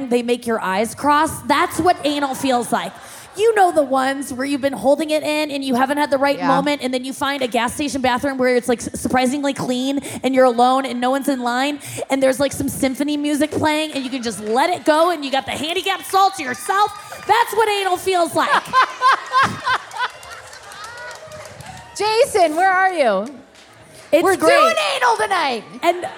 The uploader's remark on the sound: The Talkhouse Podcast team is back from Life Is Beautiful Fest in Las Vegas. Today’s show was recorded at Life Is Beautiful. At Hook and Fade Studios in Brooklyn.